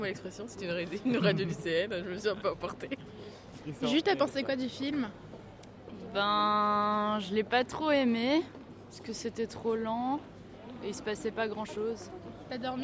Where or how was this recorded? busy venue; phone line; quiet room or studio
busy venue